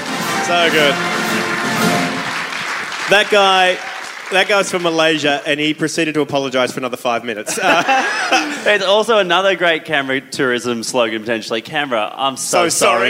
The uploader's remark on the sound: This is recorded live at The Street Theatre in Canberra. A huge satire-thirsty crowd turned up for our first ever from the capital.